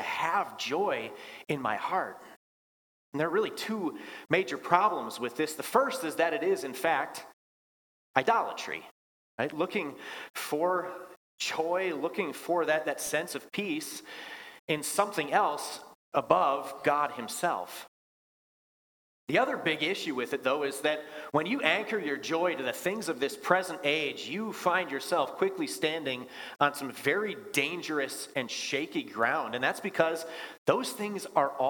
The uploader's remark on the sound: Bethany, Appleton, WI. Preached this sermon at Bethany's Thanksgiving Eve worship.